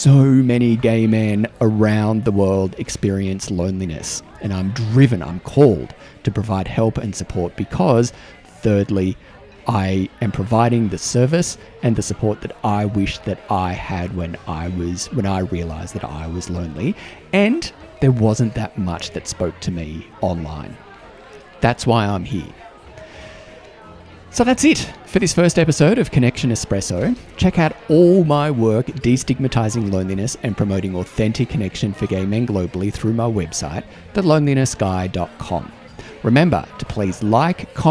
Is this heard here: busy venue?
yes